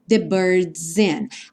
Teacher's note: o S acaba soando um pouco como Z por conta da ligação com o in.